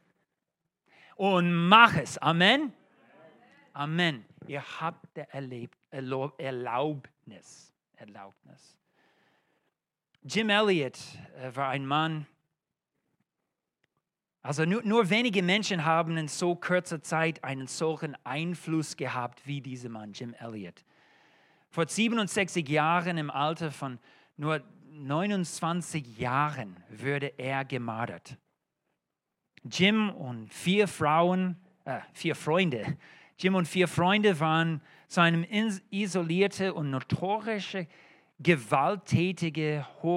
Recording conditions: large echoing room